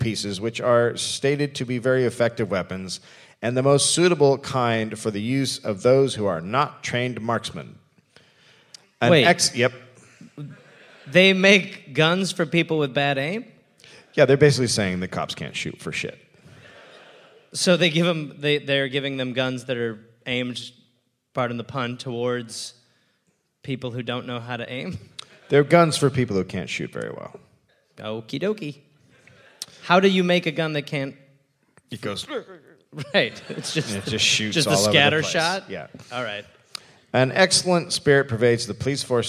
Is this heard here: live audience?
yes